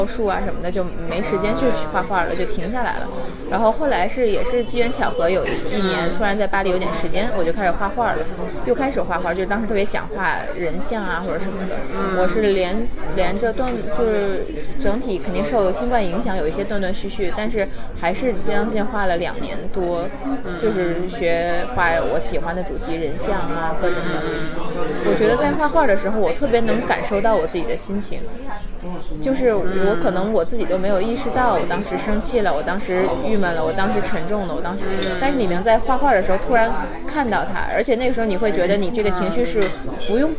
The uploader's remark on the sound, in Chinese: 在法国作家波伏娃最爱的花神咖啡馆一起聊聊。由于我们见面录音的地方是一家咖啡馆，希望周围的声音可以把大家带到巴黎带到我们身边。